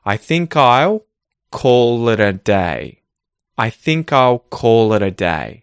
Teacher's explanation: So, you'll hear oo instead of ul. So, this is where I'm doing the sound with my lips instead of my tongue. · the contracted will onto these pronouns is a dark L in this exercise because it's followed by a consonant sound. So, you'll hear oo instead of ul.